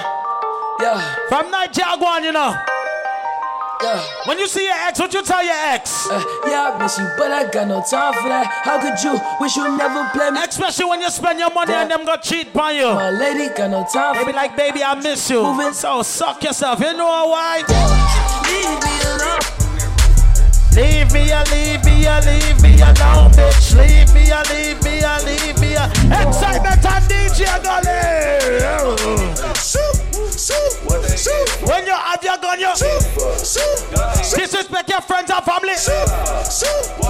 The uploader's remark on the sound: LIVE At 2uesdaze New Years Day